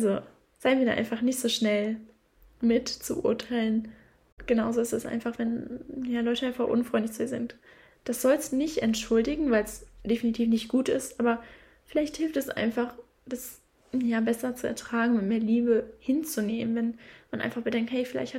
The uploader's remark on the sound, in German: Sorry für die Hintergrundgeräusche.